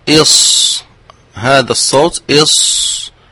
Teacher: فهو يخرج من طرف اللسان وفوق الثنايا السفلى مع إبقاء فرجة بينهما، أي من هذه الفرجة التي بين طرف اللسان والثنايا السفلى يخرج صوت، فهذا الصوت يسمى ويعبر عنه عند علماء التجويد بالصفير.